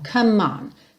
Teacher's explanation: Então, você nunca diz come me, e sim come, come. Ou seja, já junta esse M no on.